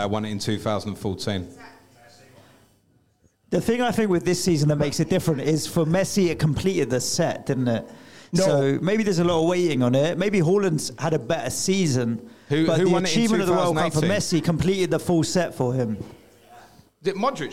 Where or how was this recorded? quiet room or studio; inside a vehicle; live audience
live audience